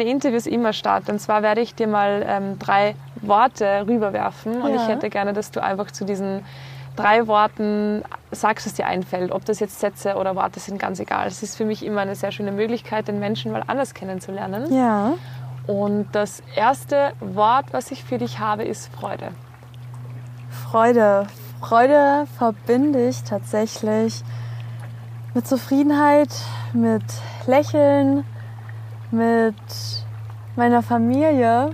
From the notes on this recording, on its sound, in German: Gemütlich am Meer haben wir eine super inspirierende Folge aufgenommen